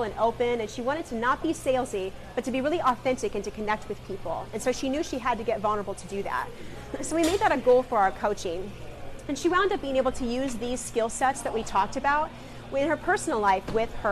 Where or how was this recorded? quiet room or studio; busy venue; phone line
busy venue